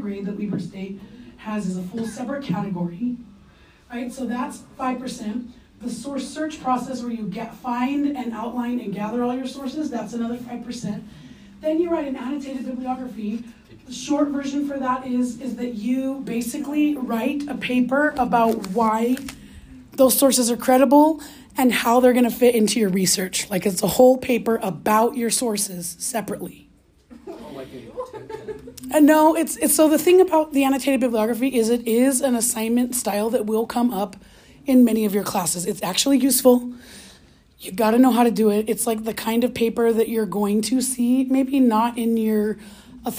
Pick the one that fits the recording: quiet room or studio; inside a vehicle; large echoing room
large echoing room